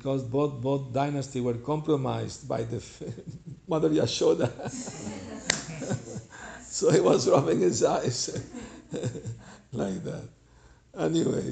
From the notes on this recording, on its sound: Lecture in San Jose CA